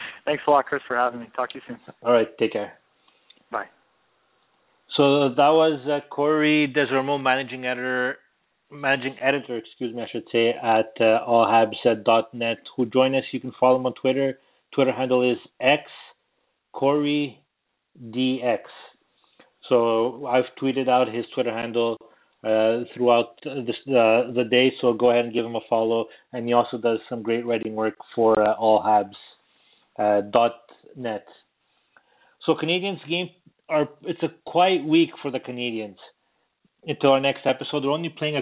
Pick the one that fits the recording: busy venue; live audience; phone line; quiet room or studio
phone line